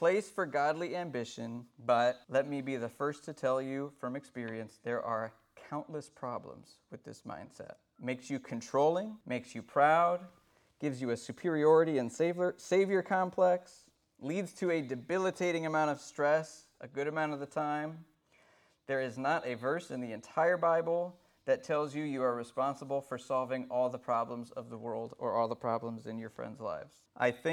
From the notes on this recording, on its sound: This sermon was delivered IN PERSON since the beginning of the Corona Virus pandemic as regulations continue to loosen up.